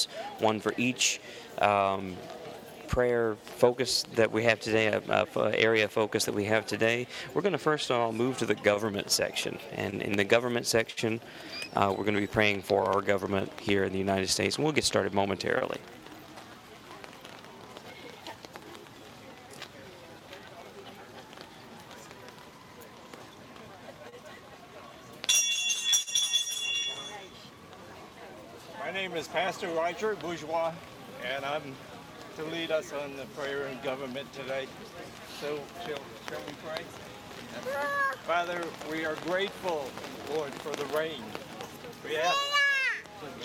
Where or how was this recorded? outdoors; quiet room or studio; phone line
outdoors